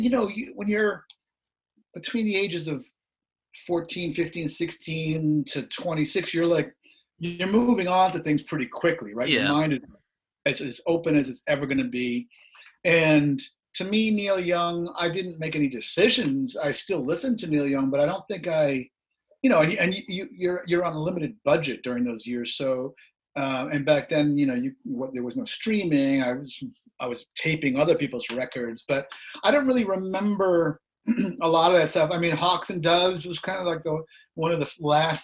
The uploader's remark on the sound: we got to zoom it up